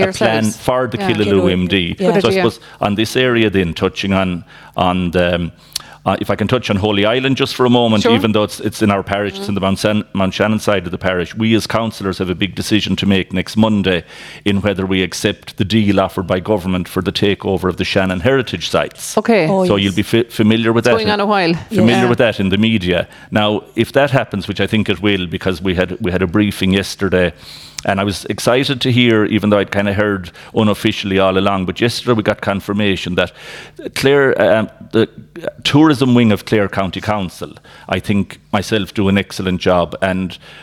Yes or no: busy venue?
yes